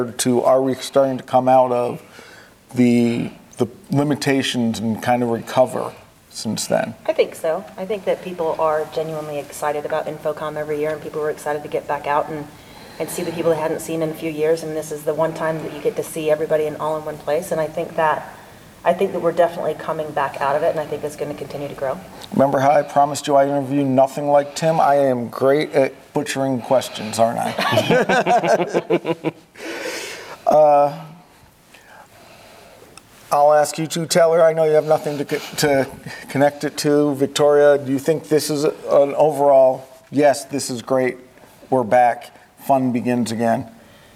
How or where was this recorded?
busy venue